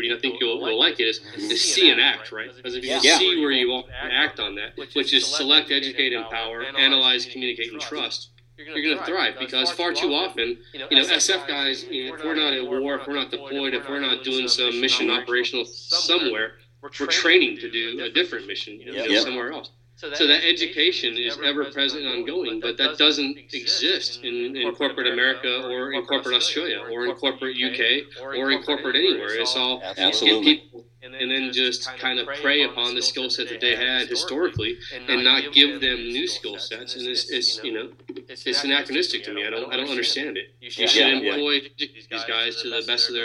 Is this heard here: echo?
yes